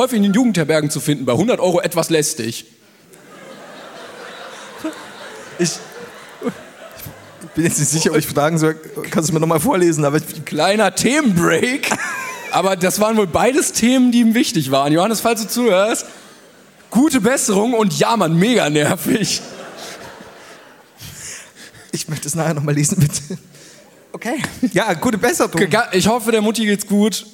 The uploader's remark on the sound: Live in Bonn.